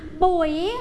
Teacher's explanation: รูปวรรณยุกต์ของเขาคือรูปไม้จัตตวาเสียงคือเสียงจัตตวา